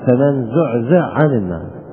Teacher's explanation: جاء بقلب الحاء عينا، فمن زعزع عن النار، بقلب الحاء عين، فمن زعزع عن النار.